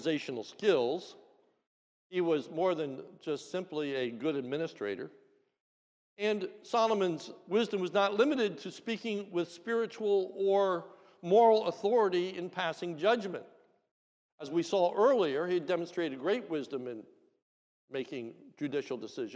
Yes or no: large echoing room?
yes